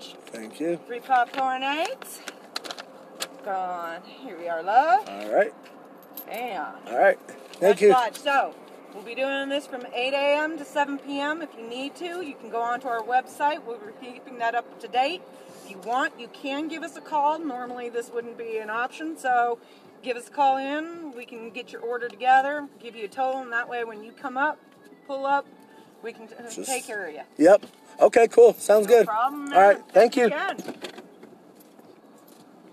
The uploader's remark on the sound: Here's a special Drive & Pod episode I recorded while on a daring mission out in the midst of covid-19 to find and purchase "Toilet Paper".